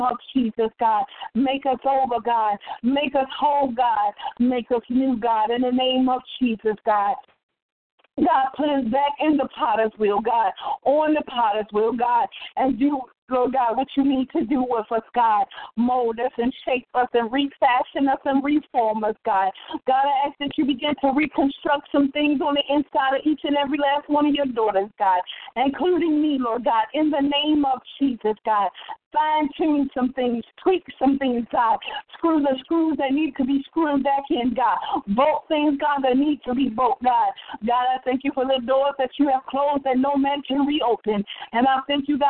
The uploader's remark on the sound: TeleConference